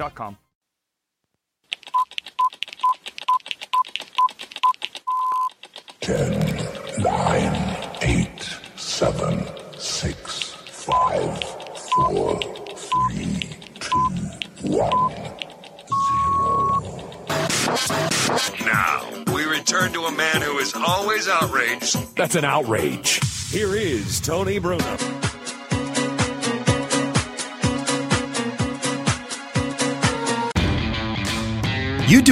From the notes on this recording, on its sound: our phone lines were up and running full blast!